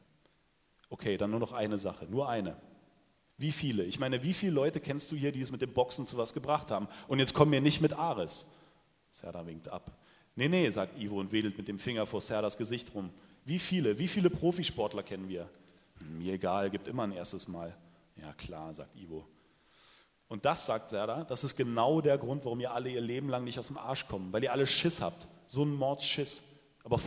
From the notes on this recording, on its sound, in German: liest live beim Eichborn-Salon in Köln